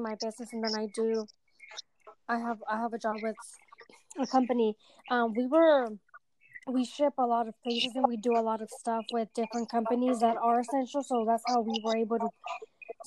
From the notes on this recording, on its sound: there was light connection issues so segments were recorded